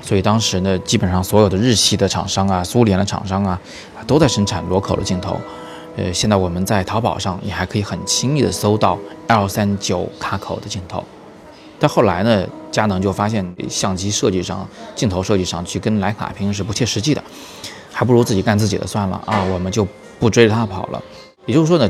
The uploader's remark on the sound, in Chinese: 我是在三里屯的Costa陪大家早自习，所以稍微有点噪音，请大家见谅。